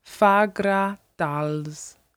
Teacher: And all together that makes Fagradalsfjall. And that like double L sound, you have to do like sucking through your teeth